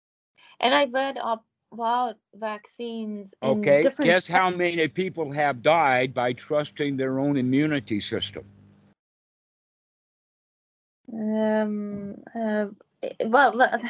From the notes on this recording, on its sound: skype calls on this channel